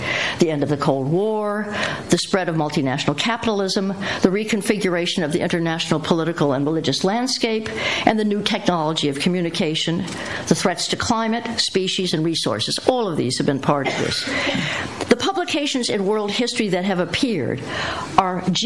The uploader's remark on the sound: lecture held at CEU in 2010